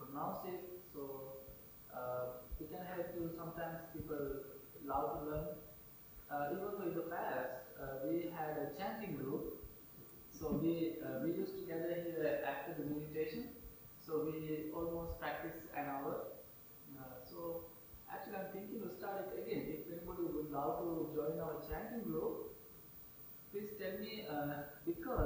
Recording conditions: large echoing room